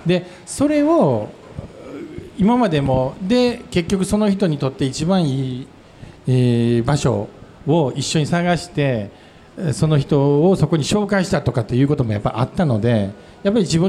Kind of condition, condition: setting, live audience